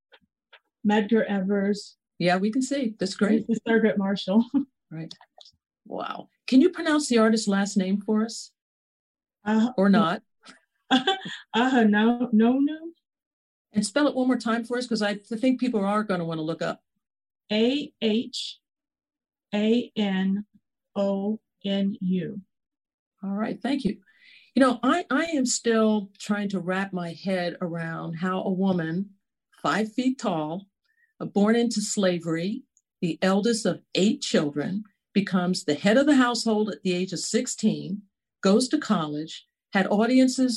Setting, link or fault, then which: link, video call